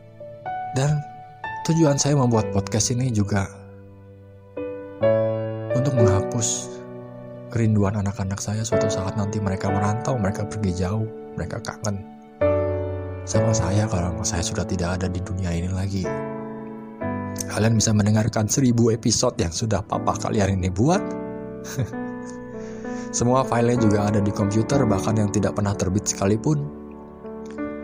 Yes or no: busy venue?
no